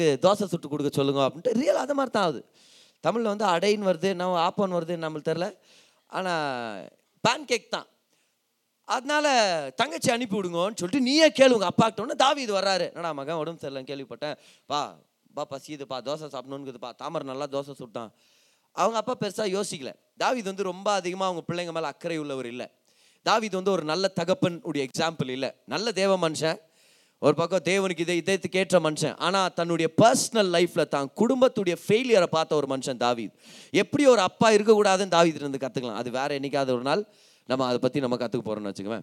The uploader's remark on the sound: Singles Meet-Oct 2022. Preached in the special singles meet "YACHID ZONE" in our church.